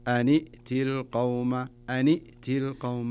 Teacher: التقى الساكنين. فإذا التقى الساكنين نكسر الساكن الأول. تصير النون بدل ما هي سكون كسرة. أنئتي ولا نقول أنئتي.